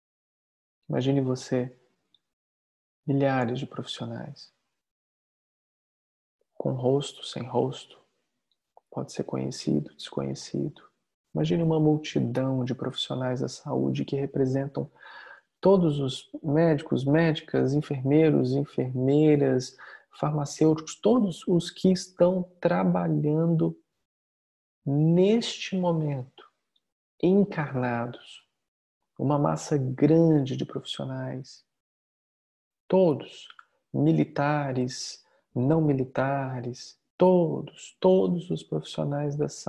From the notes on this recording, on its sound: Online via Zoom